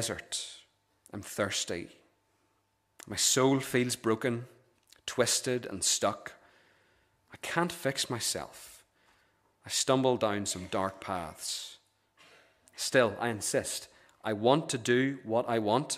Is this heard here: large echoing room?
yes